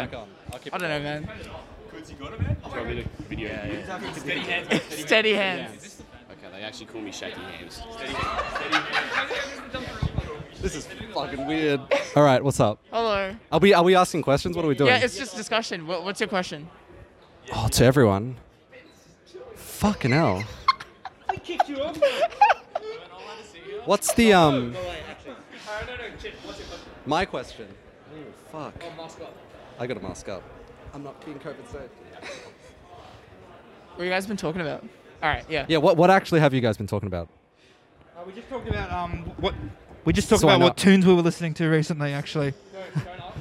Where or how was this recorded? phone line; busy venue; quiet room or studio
busy venue